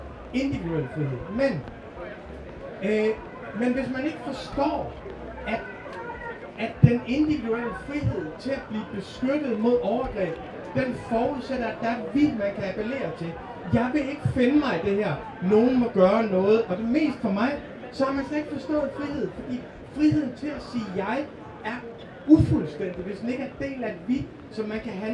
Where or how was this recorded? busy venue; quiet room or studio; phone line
busy venue